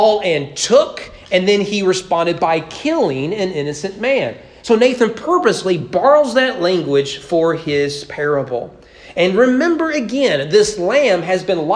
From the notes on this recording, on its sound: Preached at East Frankfort Baptist Church on July 3, 2022 during morning worship.